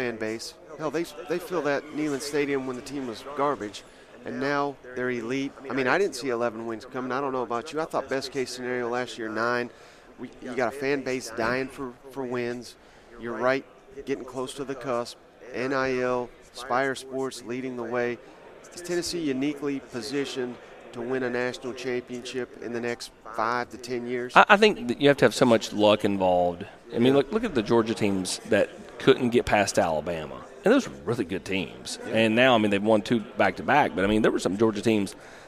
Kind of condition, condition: setting, busy venue